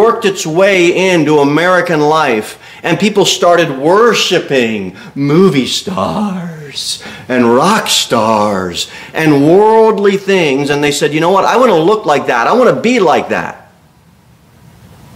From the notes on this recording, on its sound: Sermon delivered at Pilgrim Baptist Church on Sunday, January 21, 2024